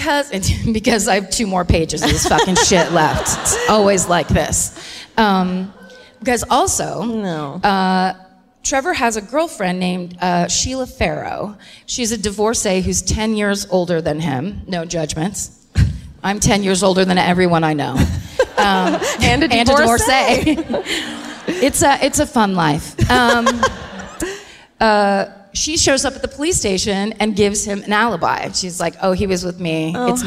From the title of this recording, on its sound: Live at Albert Hall in Manchester